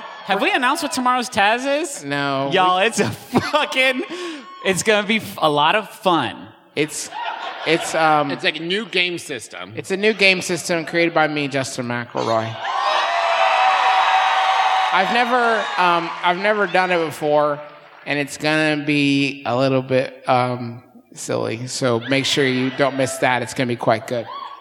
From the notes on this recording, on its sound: here’s a live show we recently did in Cincinnati